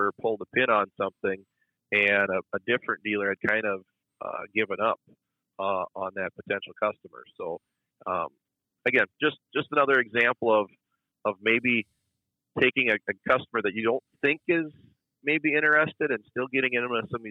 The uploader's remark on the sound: a phone call